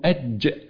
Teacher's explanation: الجيم ادخل في وسط اللسان من الشين ومن الياء